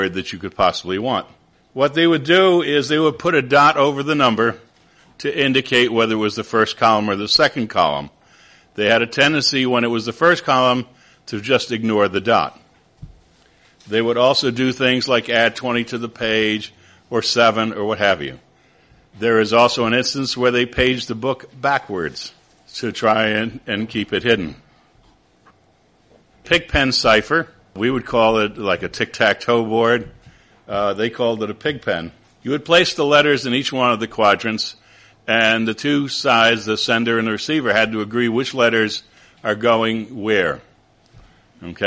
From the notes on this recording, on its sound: at the historic Fraunces Tavern in New York